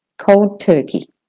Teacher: You can do an elision there. The D can be dropped because D and T are made in the same place in the mouth.